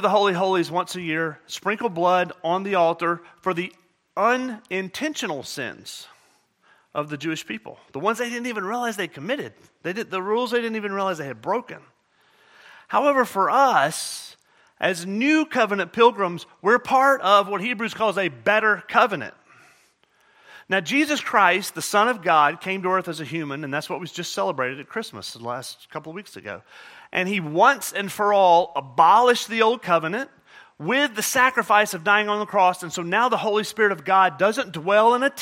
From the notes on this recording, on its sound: at Murrieta Valley Church in Murrieta, California